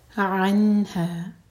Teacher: عین حلق سے نکالیں گے اور نون پر اظہار، تو نون کو نہ تو ہولڈ کریں گے اور نہ ہی اس پر جھٹکا ہوگا